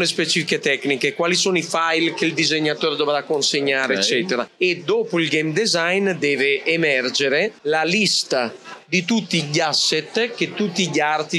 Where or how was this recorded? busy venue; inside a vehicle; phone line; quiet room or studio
busy venue